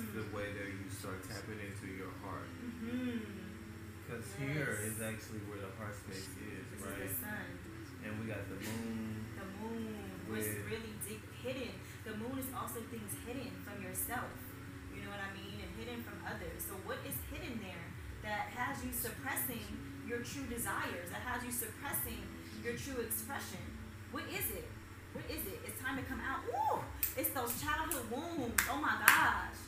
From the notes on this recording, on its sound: The sound quality is not as strong as I'd want. We had to record this in a field microphone way.